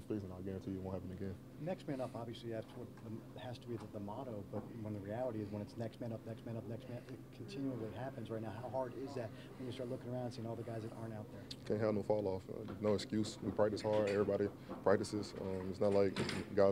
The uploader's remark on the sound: Colts-Ravens Week 3 Postgame Press Conference.